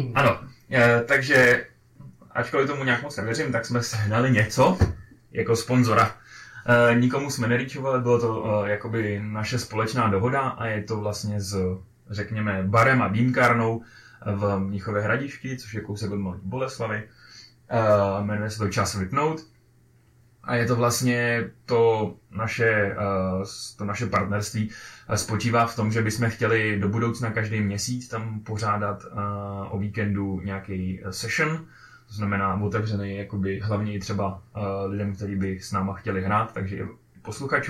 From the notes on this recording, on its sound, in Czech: Zároveň bychom chtěli upozornit a omluvit se za zhoršenou kvalitu zvuku. Nezkontroloval správné zapojení mikrofonu a díl byl nahraný na špatný mikrofon.